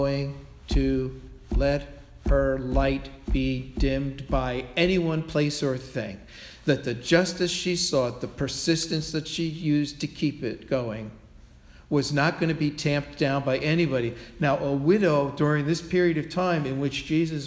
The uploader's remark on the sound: Sermon delivered at All Souls Parish Presbyterian Church on Sunday, October 16, 2016